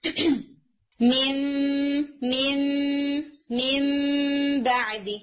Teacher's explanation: आपके lips join होंगे, बीच में गैप नहीं होगा लेकिन बहुत सॉफ्ट ज्वाइनिंग होगी उनकी। · Term: इकलाब